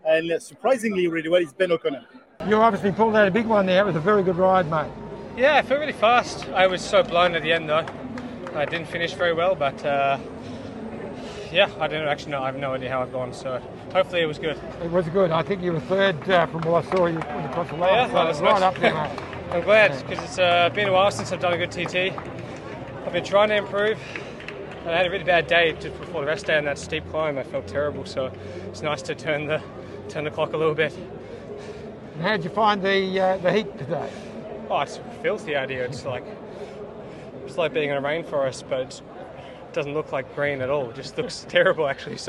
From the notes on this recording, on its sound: live from the Village at the Start of the stage today